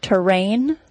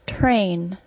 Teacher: I'll demonstrate this by comparing two very similar sounding words, the words terrain, T-E-R-R-A-I-N, and train, T-R-A-I-N. These two words are pronounced the same, except for the first word has an R-controlled vowel, and the second word doesn't.